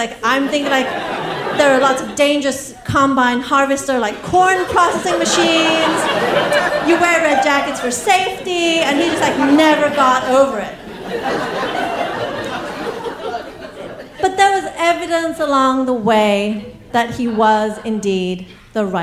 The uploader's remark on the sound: Live From Philly 2! Show in Philadelphia presented by First Person Arts.